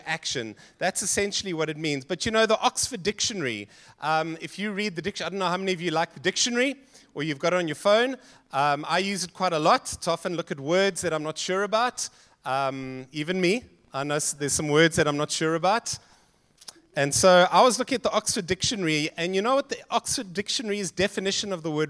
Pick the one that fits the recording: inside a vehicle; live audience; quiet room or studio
live audience